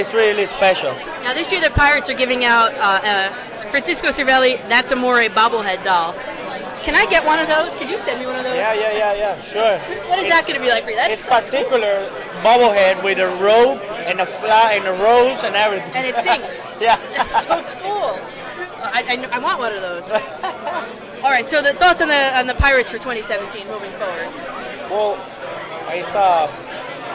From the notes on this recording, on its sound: Location: Carmine & Sons Bar and Restaurant, Brooklyn. Event organizer: in conjunction with Federazione Italiana Baseball Softball.